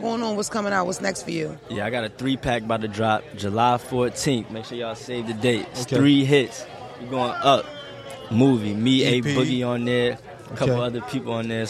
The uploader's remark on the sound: Live from the BET Awards